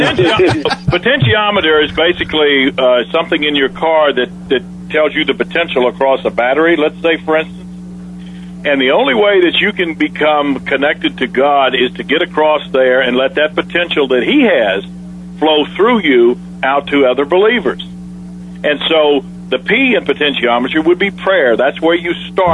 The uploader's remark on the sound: a call in from my mom